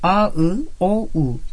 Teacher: Çıkış yeri ve dilin durumuna göre, kalın ünlüler A, I, O, U